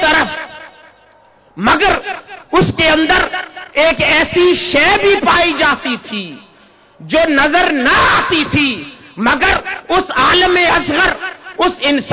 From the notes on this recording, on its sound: Event: International Mawlid un Nabi Conference 2010. Place: Minar e Pakistan Lahore.